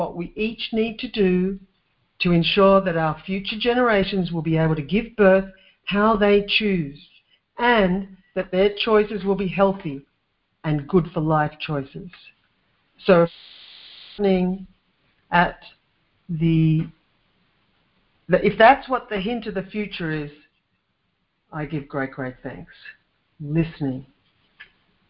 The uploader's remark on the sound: LIVE CALL RECORDED